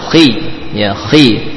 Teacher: huruf kha termasuk huruf tebal. Ketika dikasrah juga ada tebalnya. · Term: tafkhim